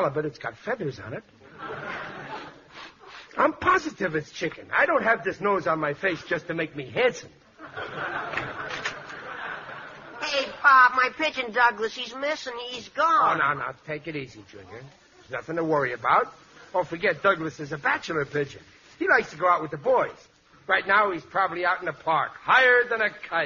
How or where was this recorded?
live audience